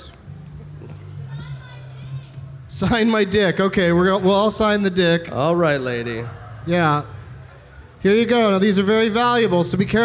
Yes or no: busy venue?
yes